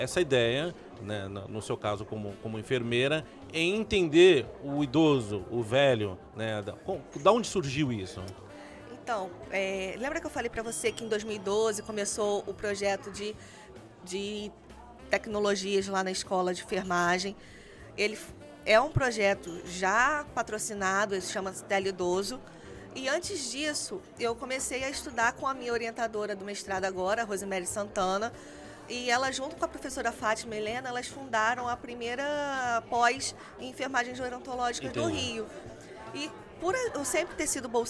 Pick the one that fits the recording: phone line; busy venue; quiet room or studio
busy venue